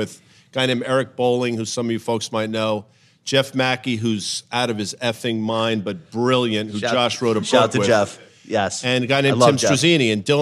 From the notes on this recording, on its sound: This episode was recorded in front of a live audience at the Nasdaq MarketSite.